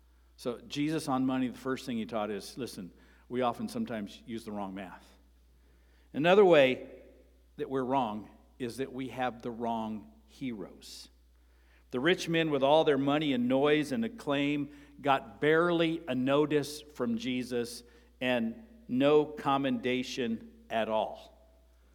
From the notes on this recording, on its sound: Sermon preached on Sunday, May 7, at Avondale Baptist Church.